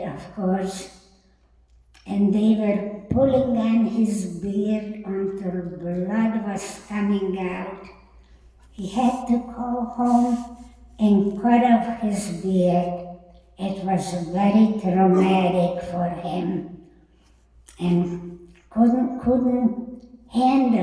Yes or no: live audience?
yes